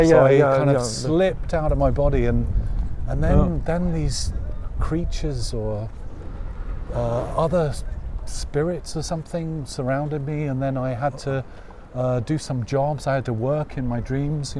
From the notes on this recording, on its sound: Continue their historical walking tour through Kreuzberg. Outside Broadcast.